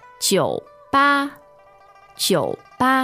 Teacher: the word for bar, what are the tones here? third and first.